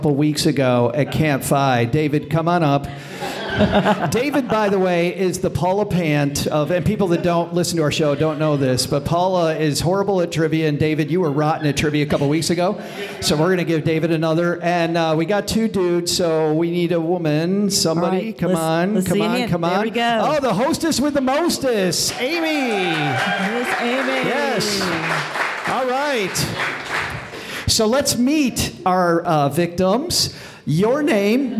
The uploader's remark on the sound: Interviews and stories with a live audience. Live from Bali! LIVE from Bali, Indonesia.